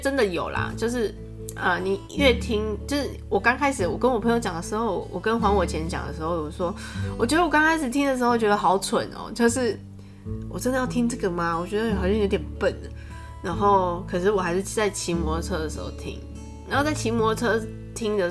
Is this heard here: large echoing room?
no